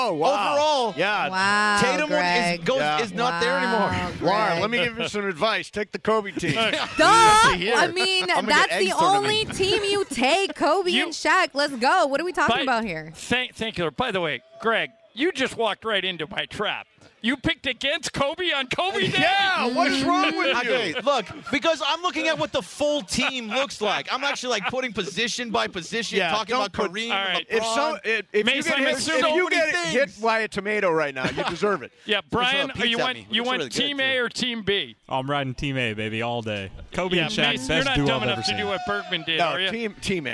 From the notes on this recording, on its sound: live from the Nixo Lounge at the E-Central Hotel!